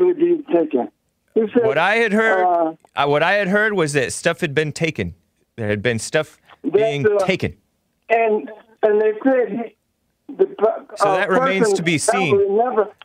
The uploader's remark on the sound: A caller from Wisconsin. Live Sunday through Friday 9 AM (Los Angeles).